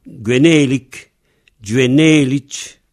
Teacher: comme l'accent se transporte sur l'avant-dernière, donc là, on a un E long